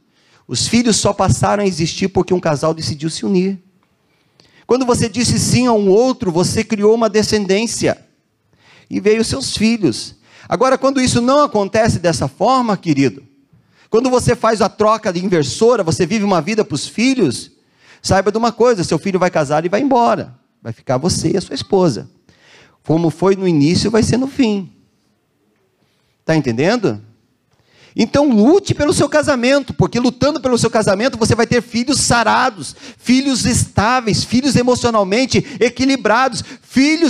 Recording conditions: large echoing room